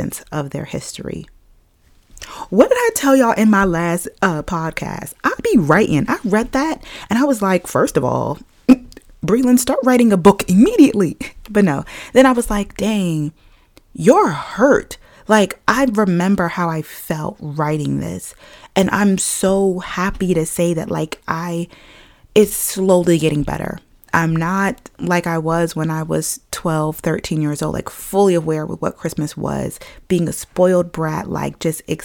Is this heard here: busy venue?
no